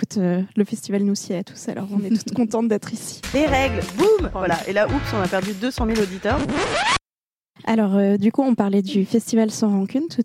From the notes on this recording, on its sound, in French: Nous avons d'ailleurs enregistré pendant la deuxième édition de Sang Rancune